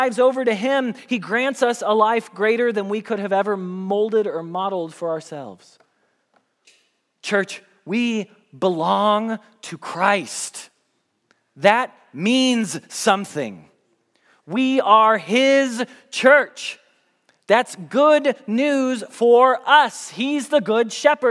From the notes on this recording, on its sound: Message Preached at Valley Creek Church